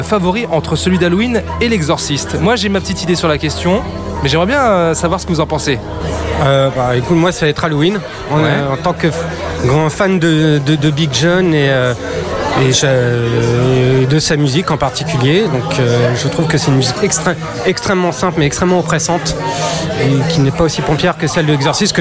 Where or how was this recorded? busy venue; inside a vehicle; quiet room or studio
busy venue